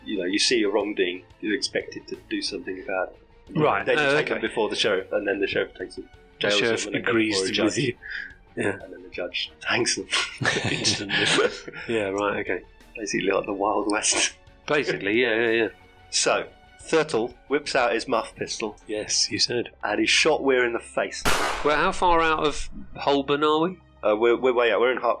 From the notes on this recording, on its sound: Due to some technical difficulties the sound is sub-optimal but discernible.